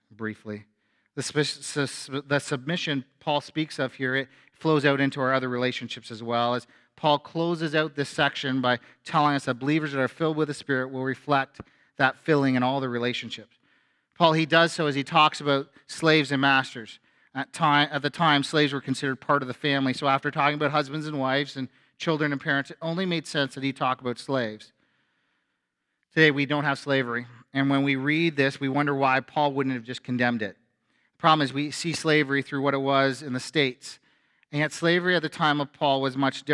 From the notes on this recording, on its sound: A sermon from FBC Church in Cobourg,